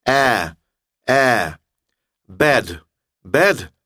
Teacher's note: Это не «э» и не «а», это звук между «э» и «а».